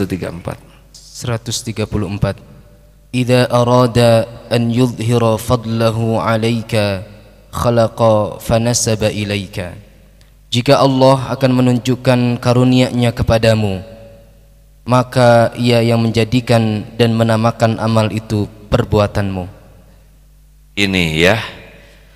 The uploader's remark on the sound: Live Masjid Daarut Tauhiid Bandung